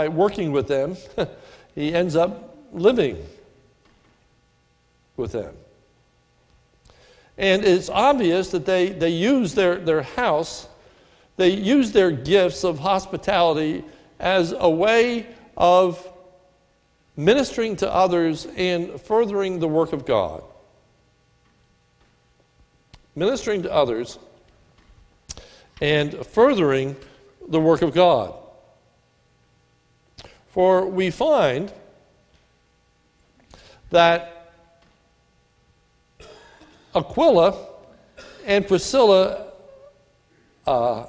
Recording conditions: large echoing room